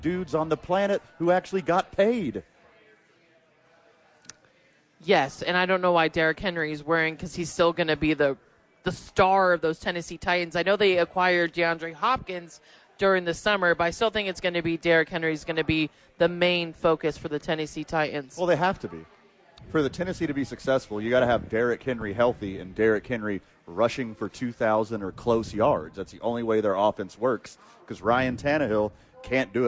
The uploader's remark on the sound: Live from Red Door.